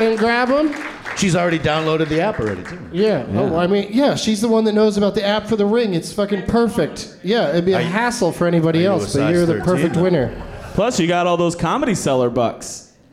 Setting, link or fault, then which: setting, live audience